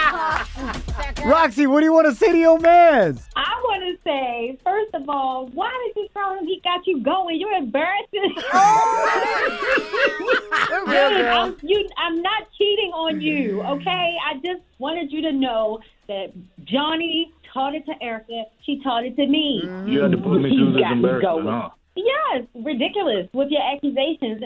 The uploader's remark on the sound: we opened up the phone lines